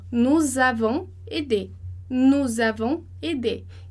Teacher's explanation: a gente não vai fazer a liaison entre o avons e o aidé. Então a gente não vai falar nous avons aidé.